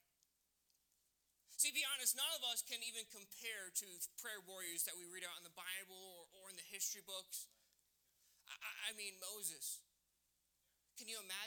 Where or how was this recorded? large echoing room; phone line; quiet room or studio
large echoing room